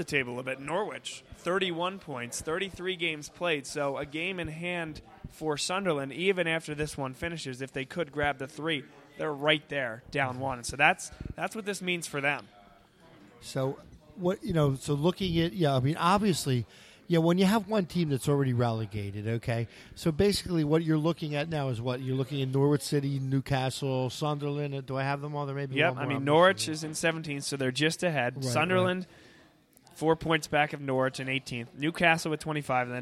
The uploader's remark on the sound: Vuvu Soccer Show Live From Villa Capri